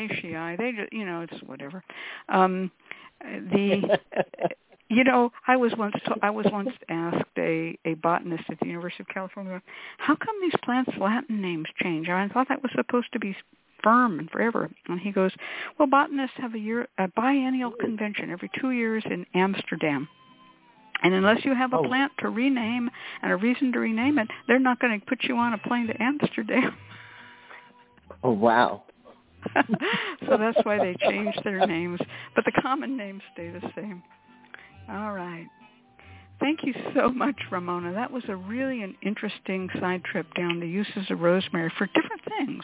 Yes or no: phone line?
yes